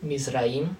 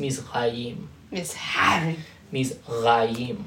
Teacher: ancient Hebrew, the R was pronounced like a Spanish R. It's called a tap · Shown in: first take · Mizraim. Modern Hebrew, because of the kind of Ashkenazi influence, so many Jewish people were in Germany, they do the uvular one now.